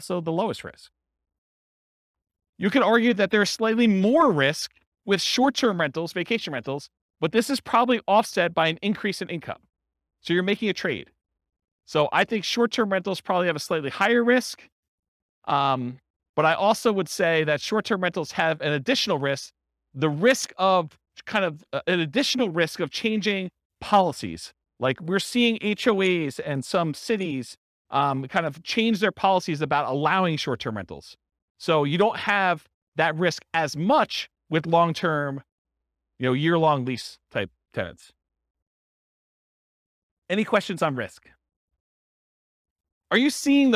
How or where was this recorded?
live audience